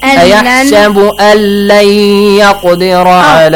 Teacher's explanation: because تشديد is on the top of لام you have to join · Term: إدغام